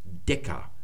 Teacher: Das ist das stimmhafte D. Da haben wir das Kappa, das stimmlose K.